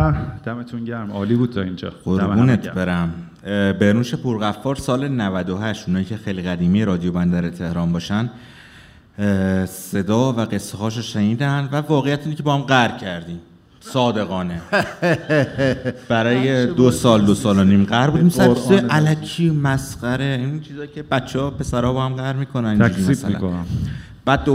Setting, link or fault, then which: setting, live audience